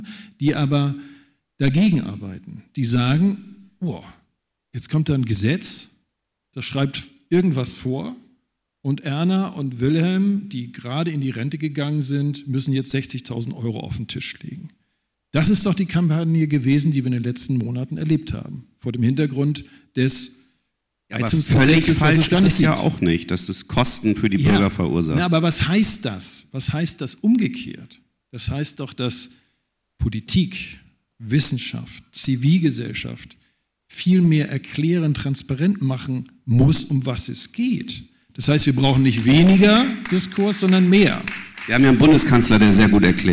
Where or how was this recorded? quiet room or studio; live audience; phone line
live audience